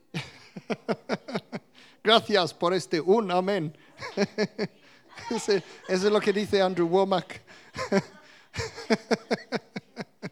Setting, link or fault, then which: setting, live audience